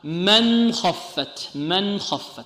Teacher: نون ساكنة بعدها خاء الإظهار، تبقى السكون على النون، ونظهر النون